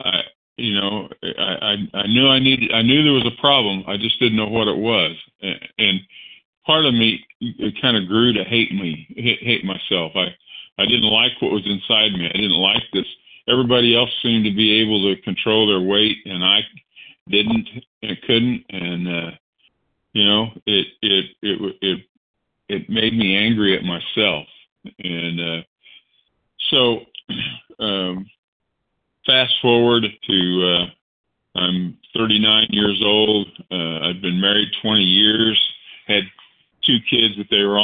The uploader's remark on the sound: 100 Pounders Phone Meeting